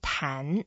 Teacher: 弹 is a second tone. So we go up a little bit.